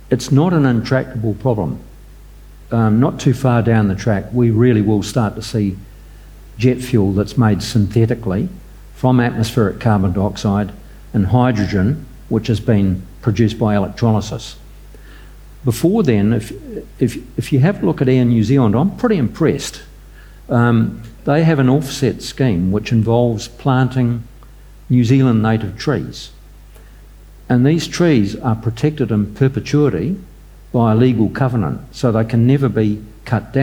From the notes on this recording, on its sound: recorded during the 2022 Marlborough Book Festival